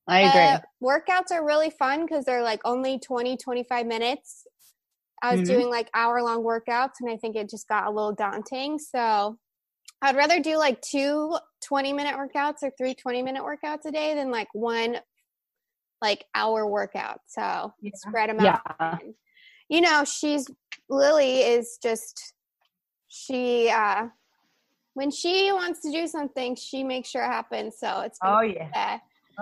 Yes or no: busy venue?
no